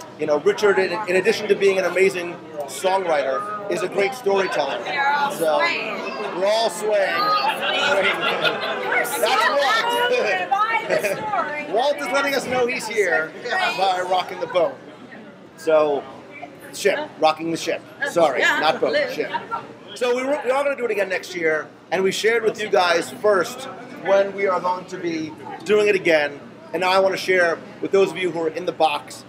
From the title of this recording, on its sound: Live from the Disney Dream